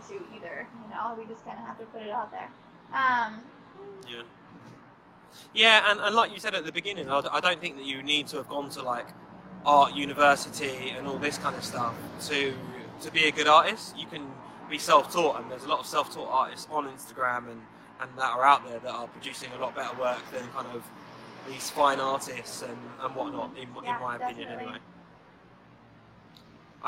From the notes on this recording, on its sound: You’re going to hear a little background noise in this episode so please excuse that. We recorded this mid-day at 2:00pm UK time, which was 8:00am central Midwest. Take a break from filming to hop on this interview.